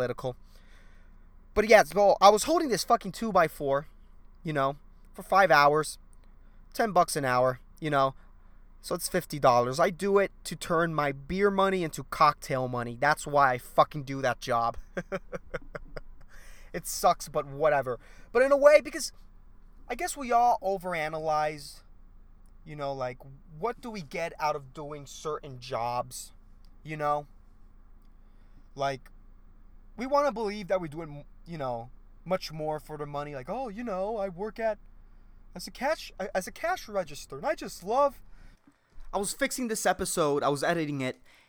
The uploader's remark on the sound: I did this episode in my car